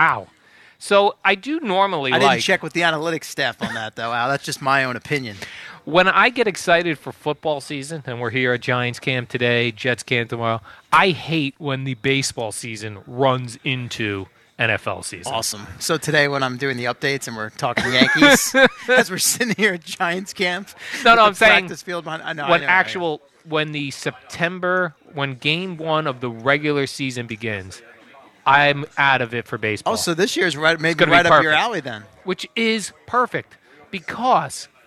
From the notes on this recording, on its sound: Live from Giants camp.